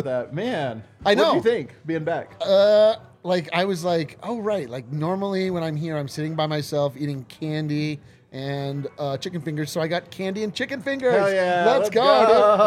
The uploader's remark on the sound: live in studio from the DNVR bar